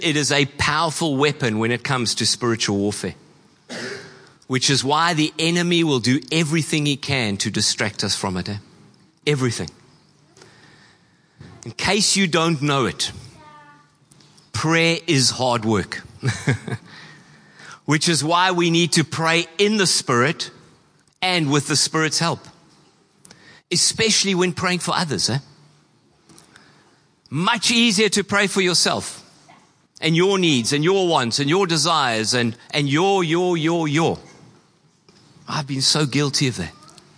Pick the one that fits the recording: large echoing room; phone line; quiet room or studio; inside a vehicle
large echoing room